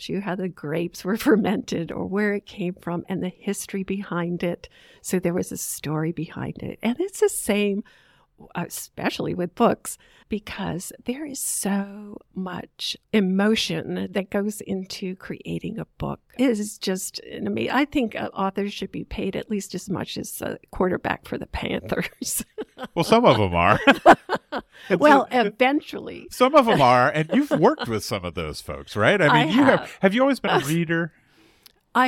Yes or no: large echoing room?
no